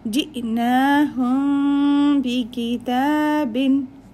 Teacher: Then you do إخفاء الشفوي where you hide the sound of ميم and recite the ba